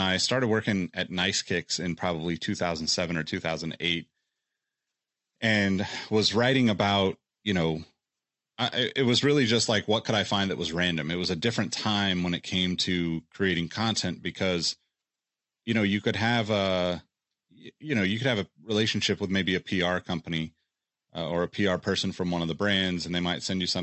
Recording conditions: video call